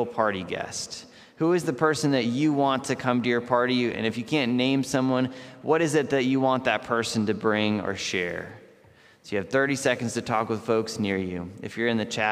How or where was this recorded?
large echoing room